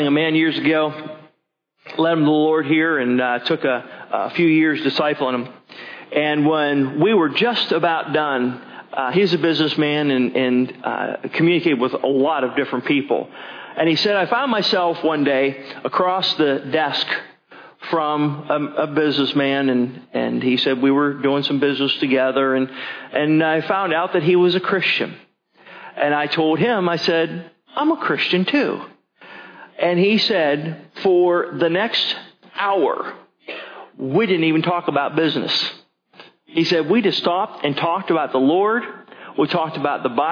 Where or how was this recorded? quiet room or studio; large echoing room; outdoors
large echoing room